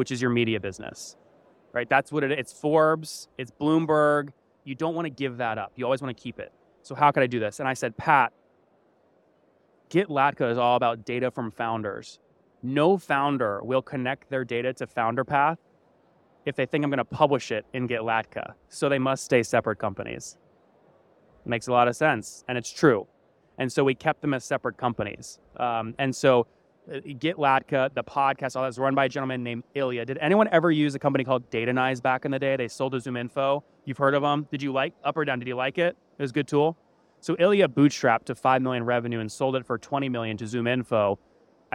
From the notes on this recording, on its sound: We met on stage at SaaStock in Dublin